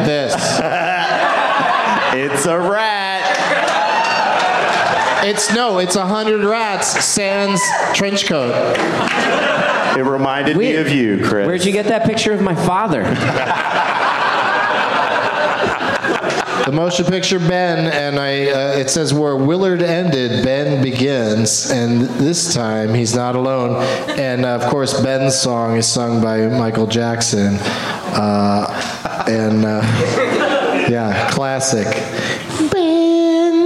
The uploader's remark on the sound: Live from the Helium Comedy Club in St.